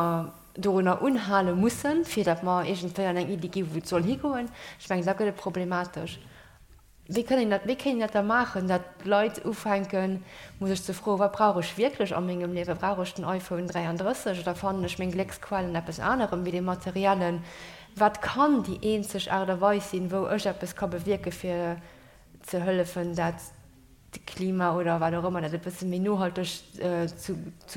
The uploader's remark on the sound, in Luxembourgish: D'Opnam vum Ufank vun der Table Ronde lauschteren wou op der Jubiläumsfeier stattfonnt huet. Leider ass d'Opnam no circa 50 Minuten ofgebrach ginn wéinst engem technesche Problem.